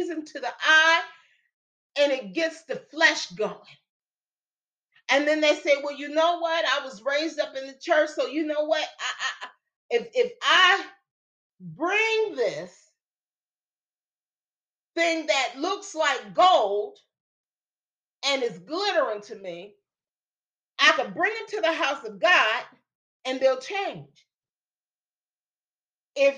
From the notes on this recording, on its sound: Church Service for October 9, 2022.